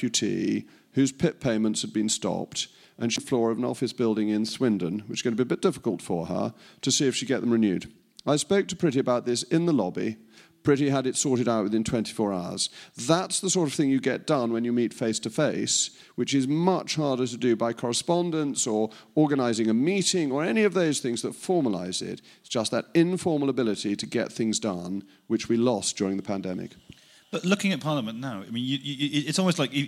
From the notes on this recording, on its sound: It's a very special edition of the podcast this week as we take you inside Tory conference in Manchester for a fascinating, fun-packed conversation.